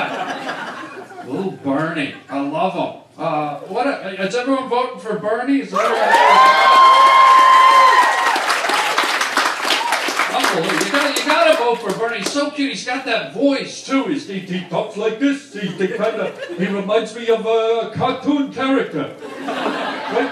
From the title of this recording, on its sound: does stand up at BERNIE SANDERS rally